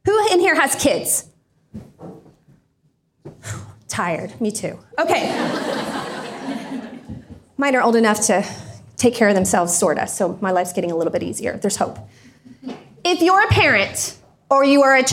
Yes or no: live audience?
yes